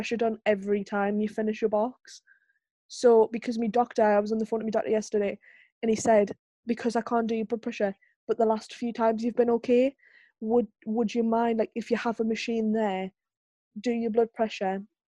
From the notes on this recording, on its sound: take to Zoom again